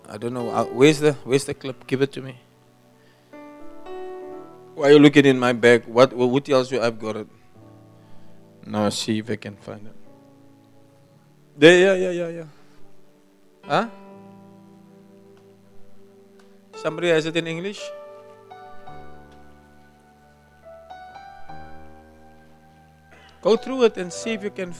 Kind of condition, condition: setting, live audience